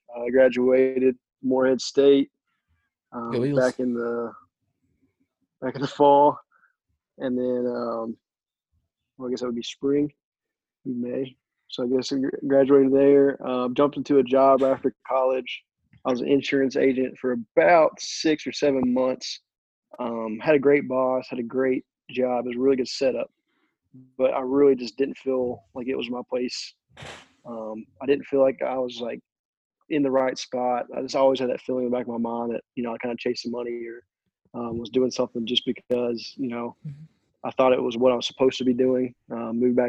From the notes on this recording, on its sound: Had a nice zoom call